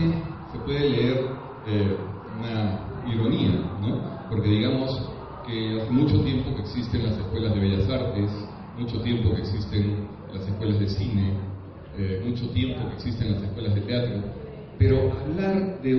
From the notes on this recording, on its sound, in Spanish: El conversatorio se desarrolló el 11 de noviembre del 2018 en la Casona Tristán del Pozo - Fundación BBVA Continental durante el Hay Festival Arequipa.